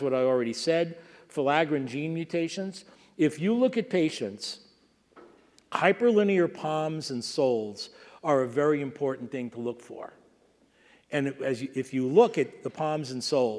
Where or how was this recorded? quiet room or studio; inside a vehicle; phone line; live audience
live audience